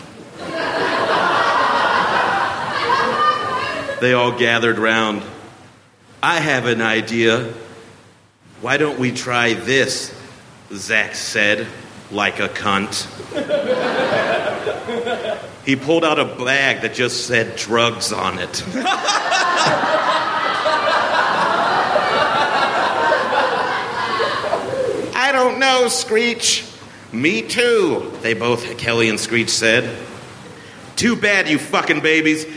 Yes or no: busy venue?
yes